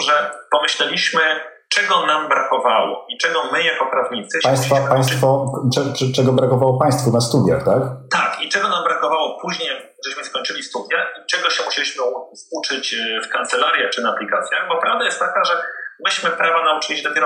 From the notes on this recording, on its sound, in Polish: Przepraszamy za ścieżkę dźwiękową, prosimy o wyrozumiałość ze względu na aktualną sytuację pandemiczną.